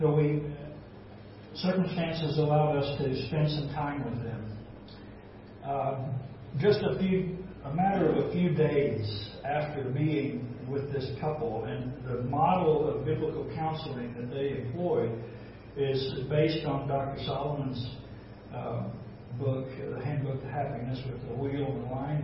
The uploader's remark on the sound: This recording is an excerpt from an Exchanged Life Life Conference (March 3-4, 2017, by Grace Fellowship International).